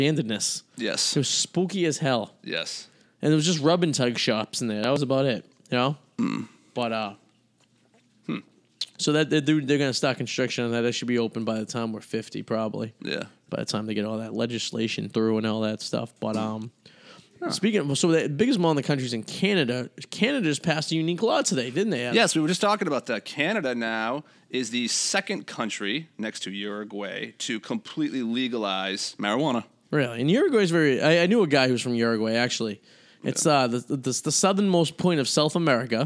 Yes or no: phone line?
no